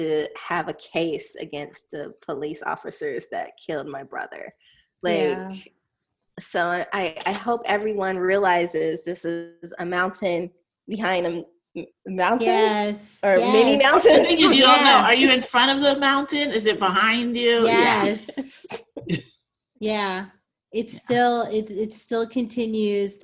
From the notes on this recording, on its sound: get on Zoom with me